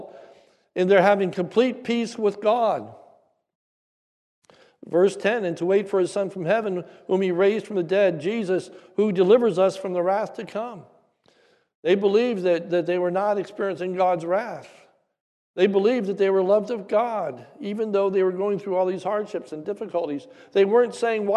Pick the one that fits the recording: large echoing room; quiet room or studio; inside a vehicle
large echoing room